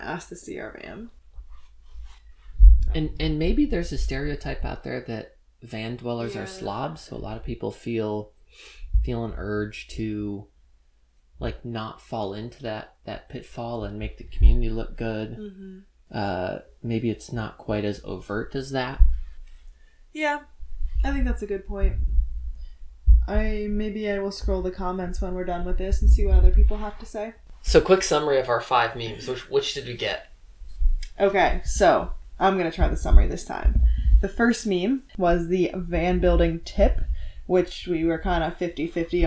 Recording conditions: poor microphone